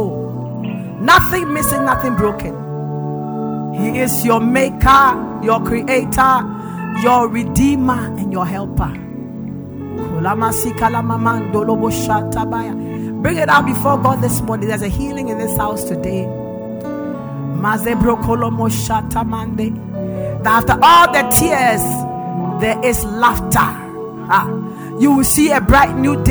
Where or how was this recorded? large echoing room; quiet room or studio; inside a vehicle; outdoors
large echoing room